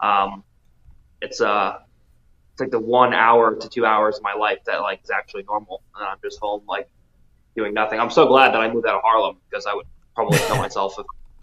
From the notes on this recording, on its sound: call in for Episode 27